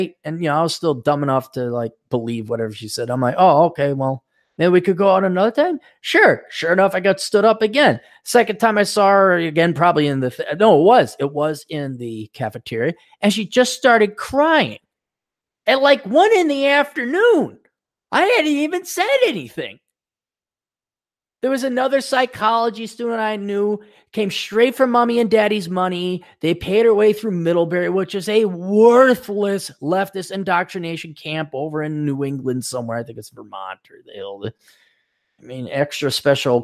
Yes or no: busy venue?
no